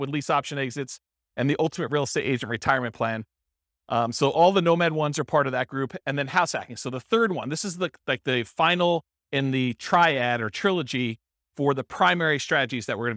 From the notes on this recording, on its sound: This was a live class recorded